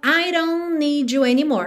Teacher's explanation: A gente também não está ouvindo T de don't, consoante oclusiva fechando a palavra